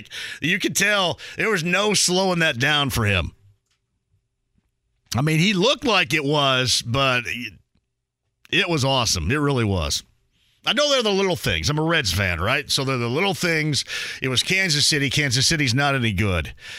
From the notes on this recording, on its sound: talks to some listeners over the phone